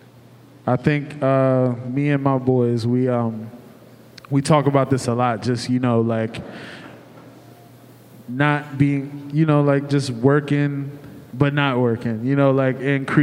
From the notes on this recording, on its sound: LIVE at ASSETS at 30. Recorded during the ASSETS at 30 celebration in September 2023.